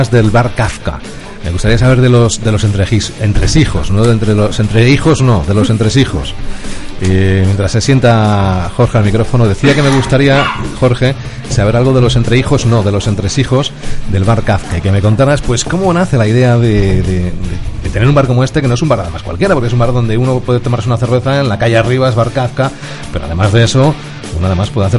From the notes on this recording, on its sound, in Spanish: Nos complace presentarte nuestro primer programa en directo desde el Bar Kafka de Valladolid. Este rincón de copas en nuestra ciudad.